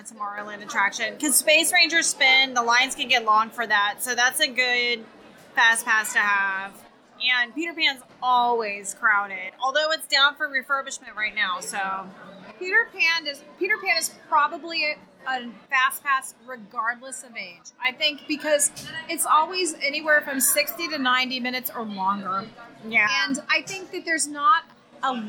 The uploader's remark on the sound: we are reporting live from Columbia Harbor House